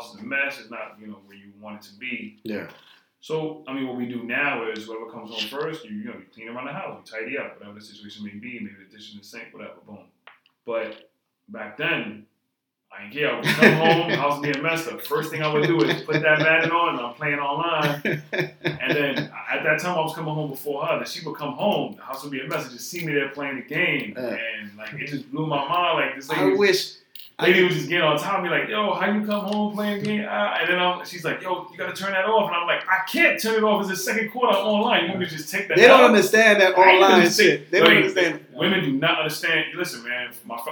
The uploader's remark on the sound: Please excuse the audio as always...